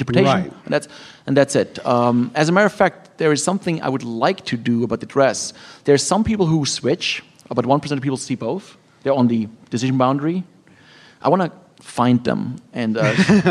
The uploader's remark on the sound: Live in New York, at The Be…